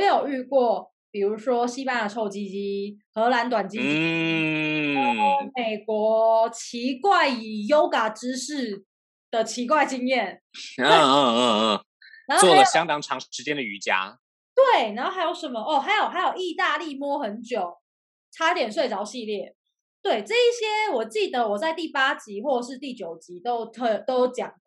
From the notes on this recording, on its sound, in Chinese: 本集採遠距錄音，因網路問題，時有斷訊、音訊不良或是雜音狀況產生